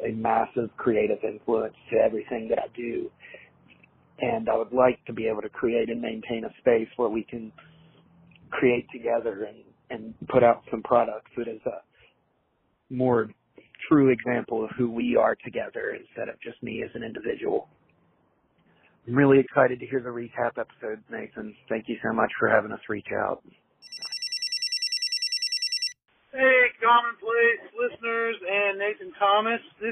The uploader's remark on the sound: takes phone calls from previous guests